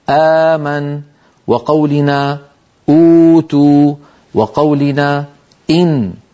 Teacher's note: بالهمزة المتحركة الأمر معكوس، فإن الوترين الصوتيين يكونان ملتصقان ثم يبتعدين، كقولنا آمن وقولنا أوتوا وقولنا إن، فإن هذه الهمزات المتحركات خرجت بتباعد الوترين الصوتين الصوتيين عن بعضهما بعد أن كانا ملتصقين ومنطبقين